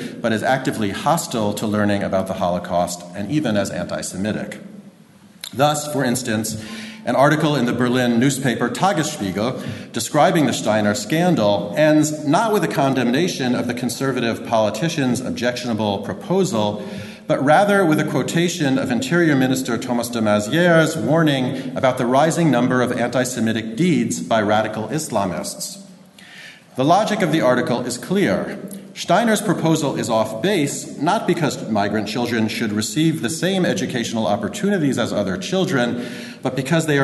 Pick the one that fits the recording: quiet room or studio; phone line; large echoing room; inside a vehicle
large echoing room